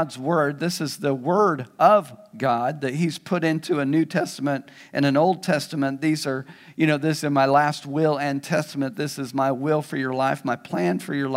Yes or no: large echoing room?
yes